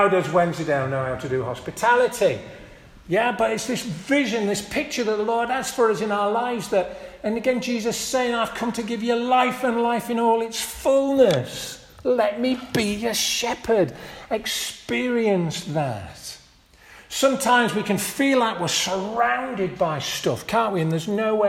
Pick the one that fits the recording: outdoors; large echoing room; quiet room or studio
large echoing room